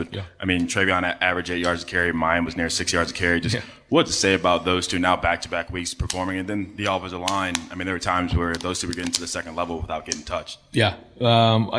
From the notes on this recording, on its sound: During this news conference